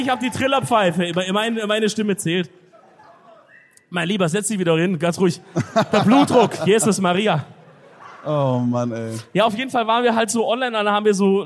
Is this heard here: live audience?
yes